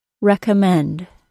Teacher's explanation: So we can expect a secondary stress on the first syllable.